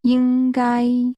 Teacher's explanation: Should, using two high-level tones.